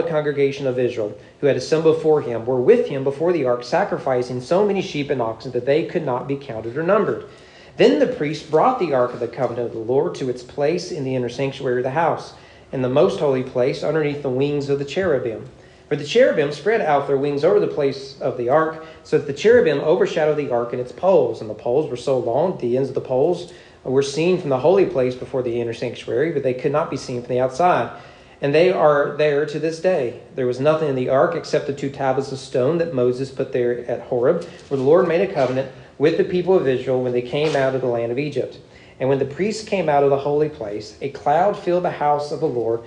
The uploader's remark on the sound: Sermon preached at East Frankfort Baptist Church on August 27, 2023 during morning worship.